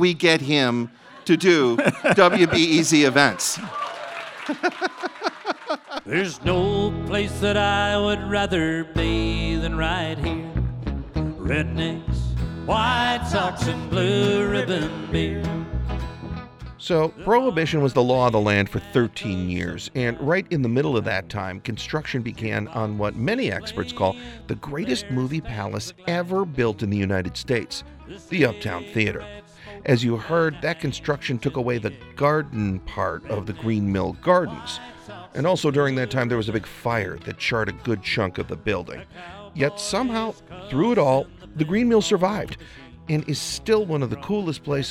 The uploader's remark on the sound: Curious City Live from Carol’s Pub.